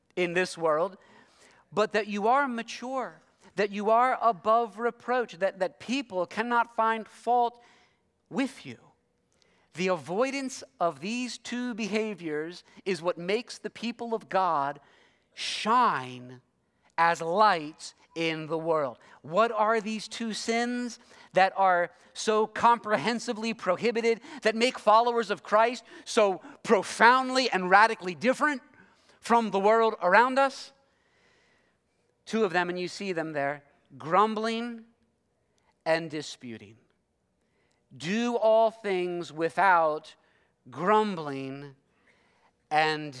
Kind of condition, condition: setting, large echoing room